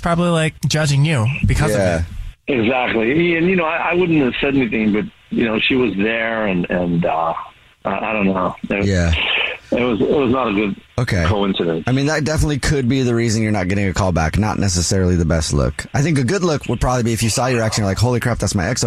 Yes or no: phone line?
yes